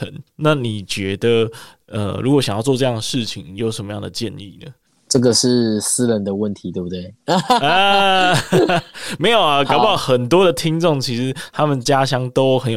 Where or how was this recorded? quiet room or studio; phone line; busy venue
quiet room or studio